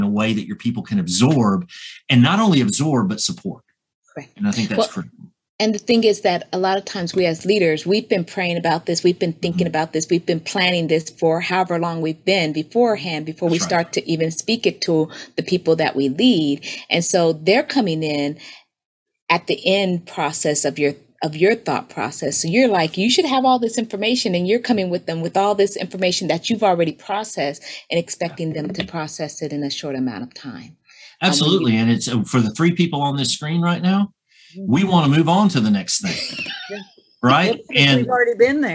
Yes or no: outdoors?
no